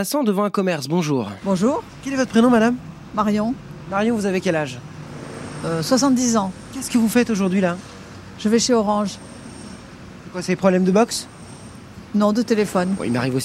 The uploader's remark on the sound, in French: On discute dans la rue pour ZoomZoomZen.